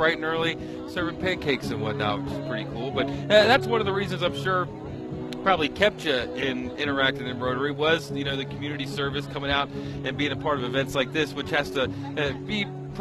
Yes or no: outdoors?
yes